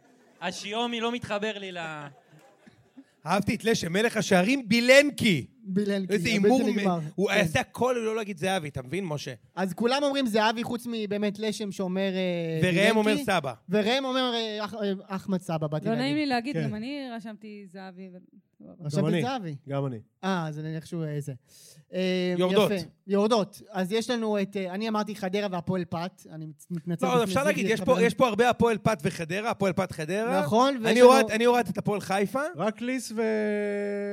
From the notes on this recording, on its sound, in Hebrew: במועדון הגריי בתל-אביב שהוקלטה ב-21 באוגוסט 2023